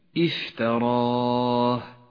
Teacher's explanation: يحتاج حرف الفاء الساكن إلى همس ليكون واضحا في اللفظ وقويا · Term: صفة الهمس